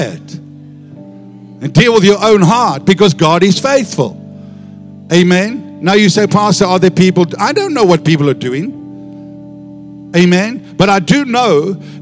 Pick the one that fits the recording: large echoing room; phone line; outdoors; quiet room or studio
large echoing room